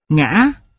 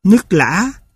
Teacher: Thanh ngã bắt đầu ở độ cao gần ngang thanh huyền nhưng không đi ngang mà vút lên, kết thúc ở độ cao cao hơn cả thanh không dấu. Ở thanh ngã, đường nét vận động bị gãy ở giữa do trong quá trình phát âm có hiện tượng bị tắc thanh hầu.